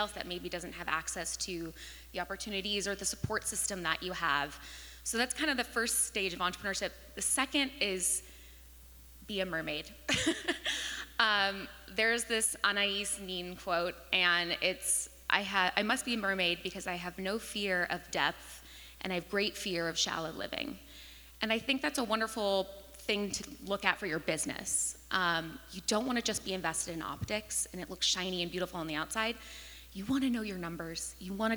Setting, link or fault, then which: setting, live audience